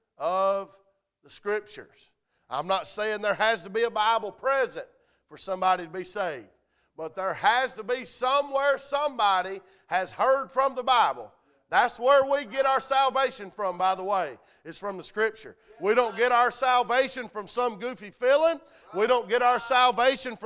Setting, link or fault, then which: setting, large echoing room